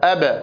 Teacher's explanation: فالصوت ينقطع في مخرج حرف الباء، وذلك لأنها شديدة